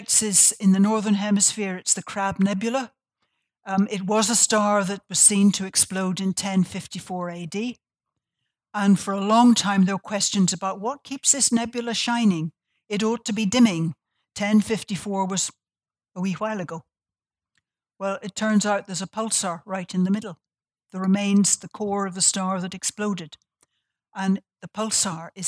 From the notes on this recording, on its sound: This talk was recorded on Tuesday 16 July, 2019 at the University of Sydney.